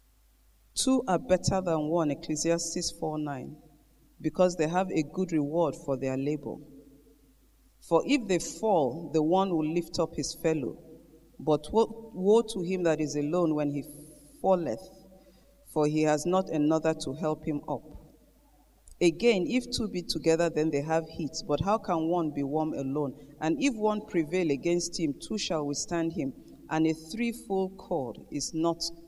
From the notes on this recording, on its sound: Gathering of Eagles Conference Day 2 Morning Session